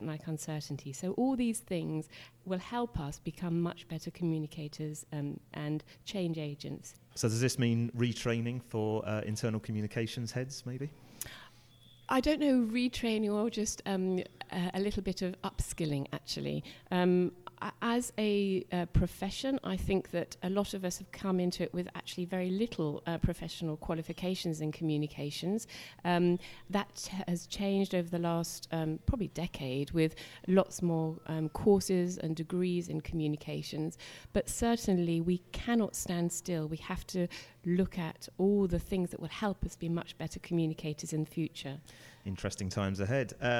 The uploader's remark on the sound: Recorded at Quadriga, Berlin. Show 33 was recorded in Berlin at the Quadriga’s Internal Communications conference.